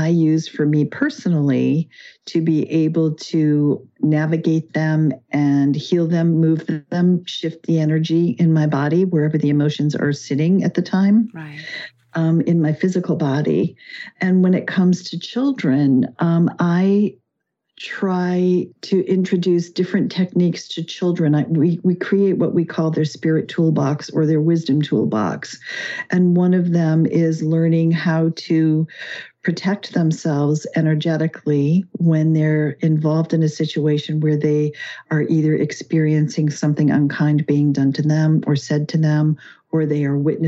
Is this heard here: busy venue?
no